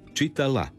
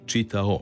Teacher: Vokalizacija je glasovna promjena u kojoj se suglasnik L na kraju sloga ili riječi zamjenjuje vokalom, otvornikom, samoglasnikom O. · Shown in: second take